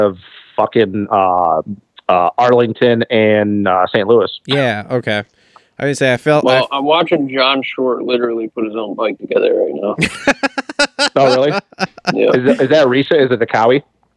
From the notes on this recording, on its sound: The guys get on the phone